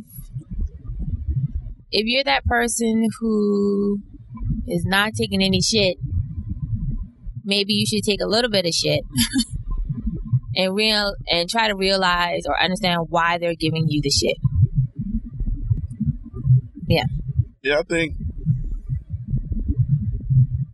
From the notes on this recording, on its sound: In the car through the rain going back to Atlanta.